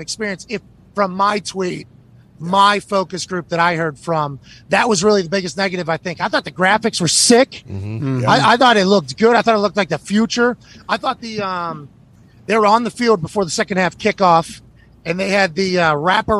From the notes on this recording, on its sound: live on location in Boone, North Carolina from the set of College GameDay